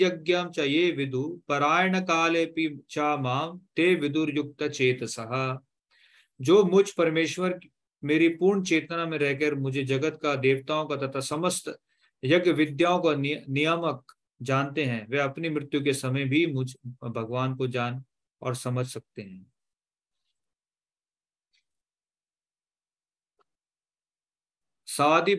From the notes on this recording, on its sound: Zoom recorded class